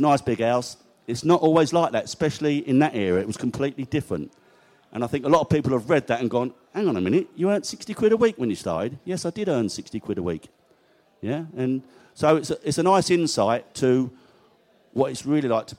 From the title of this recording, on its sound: Sunderland Pre-Match Podcast from the Pub